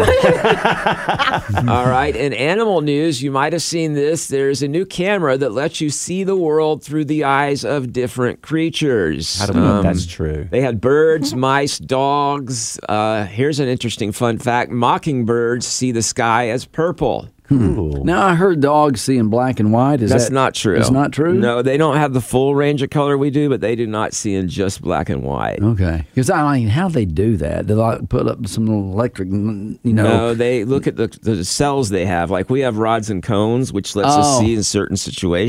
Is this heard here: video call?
no